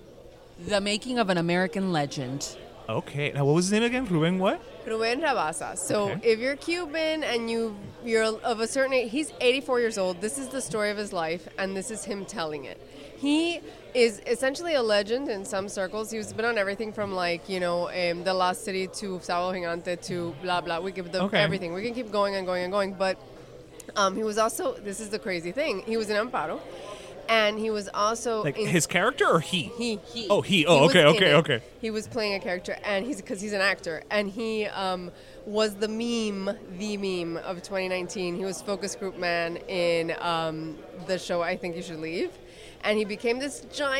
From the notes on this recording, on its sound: We recorded at Beat Culture during Heat playoffs.